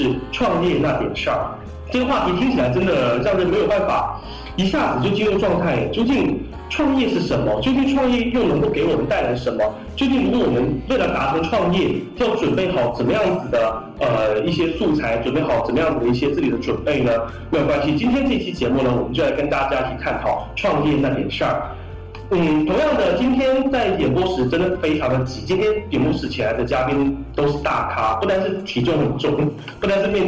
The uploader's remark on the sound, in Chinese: 创业那些事儿（渣音质）。音质渣，推荐低音量下收听。